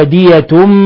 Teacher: لفظ ودية مخففة الياء وليست مشددة